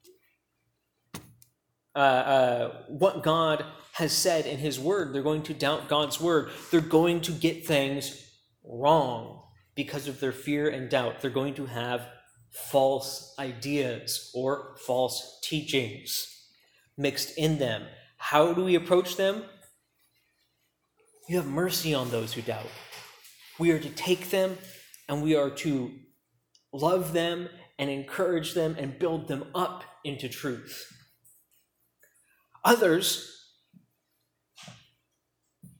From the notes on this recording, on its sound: preached at Key Peninsula Baptist Church